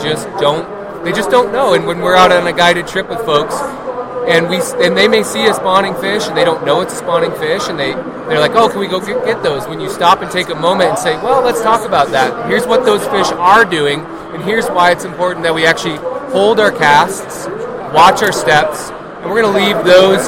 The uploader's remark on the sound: Live from the Denver Fly Fishing Show